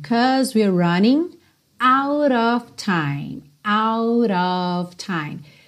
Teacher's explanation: Percebe o rarara no T do out, que fica out of, já vai pro of, que se escreve OF, mas sempre soa OV, ok?